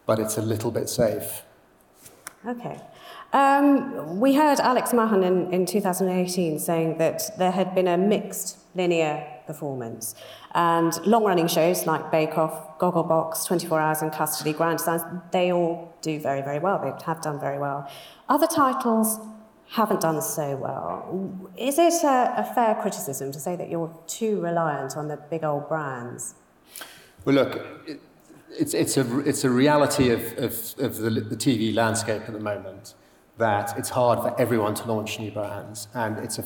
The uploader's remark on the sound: Highlights from the top commissioning panels from this year’s Edinburgh Television Festival.